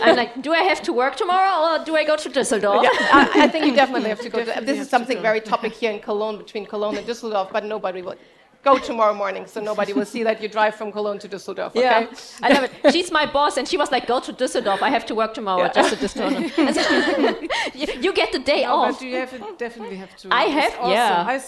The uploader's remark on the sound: This Electronic Beats Podcast takes a different trajectory to our usual hosted format and this time we offer a panel talk discussion from the Equal eSports Festival at Digital X in Cologne.